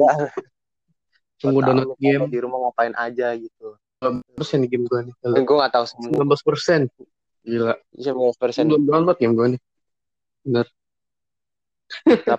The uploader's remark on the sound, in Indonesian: Untuk audio saya minta maaf karena ada gangguan dari internet juga.